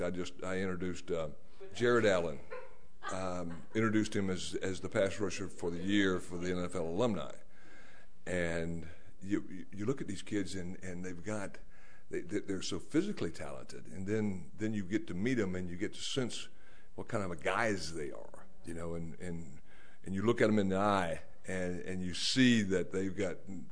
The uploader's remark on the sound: At the traditional biodiesel conference kick-off Super Bowl party